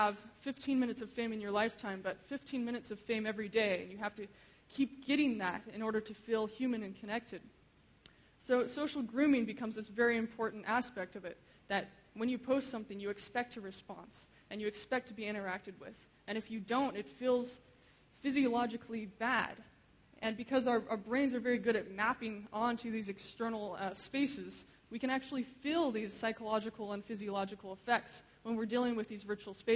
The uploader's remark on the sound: Keynote speech. Frontiers of Interaction 2011.